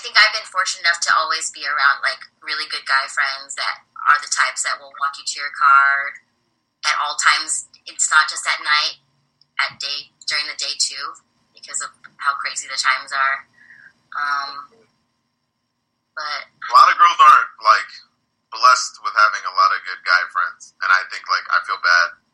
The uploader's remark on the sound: We had some audio issues